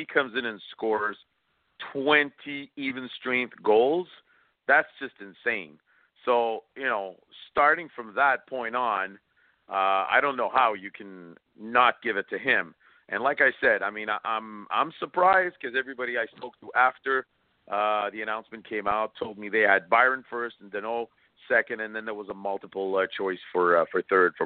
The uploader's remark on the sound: we take your phone calls